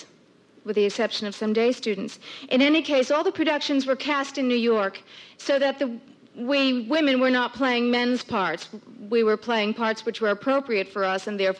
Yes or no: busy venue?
yes